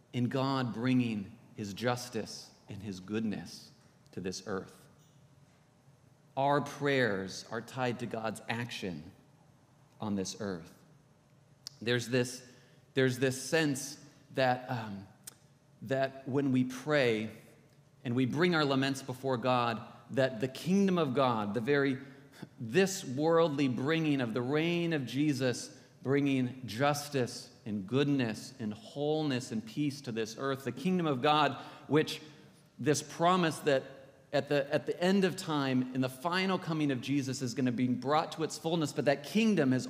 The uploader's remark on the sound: This is from the podcast, Anchored in Christ, coming to you from Old South Presbyterian Church in Newburyport, MA.